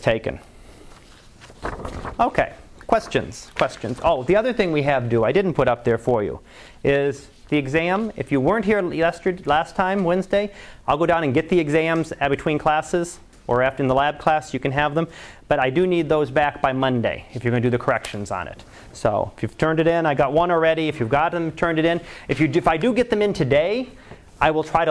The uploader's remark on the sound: Live Class Lecture